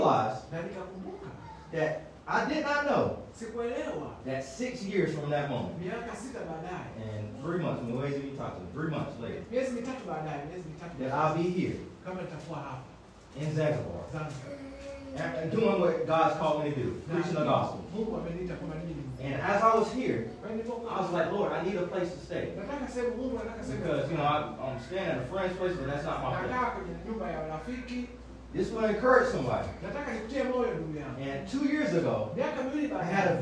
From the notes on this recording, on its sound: Listen to this message that I preached at a local church in Zanzibar.